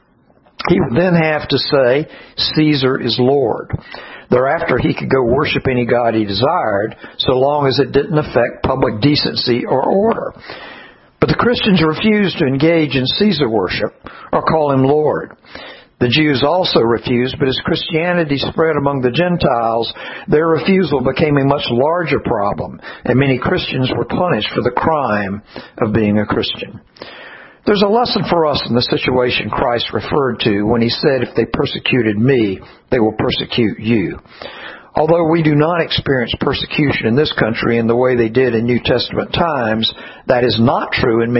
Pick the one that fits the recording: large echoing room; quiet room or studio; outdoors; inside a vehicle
large echoing room